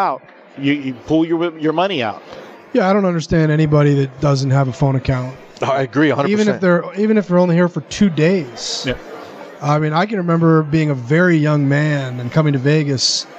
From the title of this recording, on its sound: Live from the Super Book at the Westgate Las Vegas